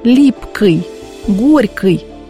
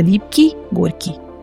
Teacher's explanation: А в случае мягкого окончания в прилагательных говорили твердо · Shown in: first take · «липкой», «горькой» вместо «липкий», «горький».